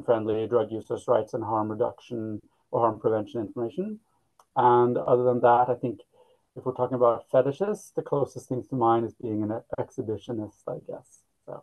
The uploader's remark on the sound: on Zoom